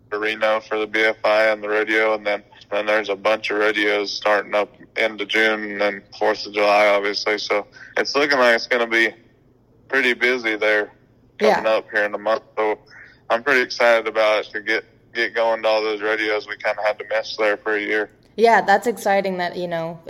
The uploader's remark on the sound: for a quick phone call interview